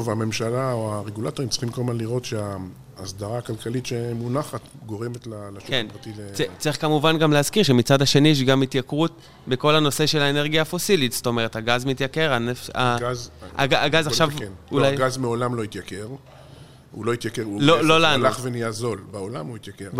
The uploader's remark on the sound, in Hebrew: בפרק שהקלטנו במסגרת הכנס "האם הגיע הזמן לאנרגיה גרעינית?" שהתקיים באוניברסיטת רייכמן בשיתוף עם קהילת החדשנות באנרגיה "EnergyCom.IL".